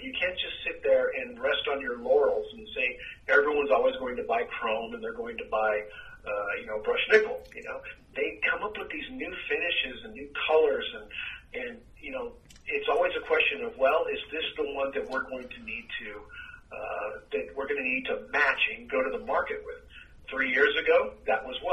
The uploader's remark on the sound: Phone Interview